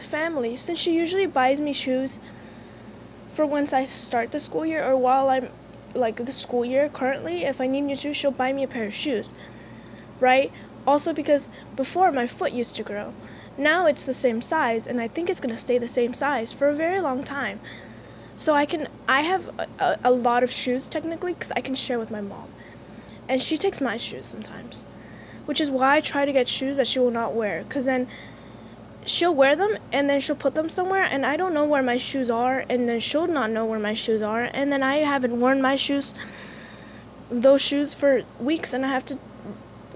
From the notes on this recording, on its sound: I apologize for the slight noise of the AC in the background